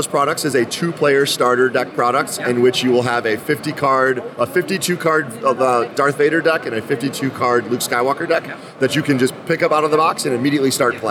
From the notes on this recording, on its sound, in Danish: Interviewet er optaget på Spiel 2023